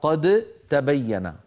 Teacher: والدال والتاء من المخرج نفسه، وسكن الأول، فهنا يحدث الإدغام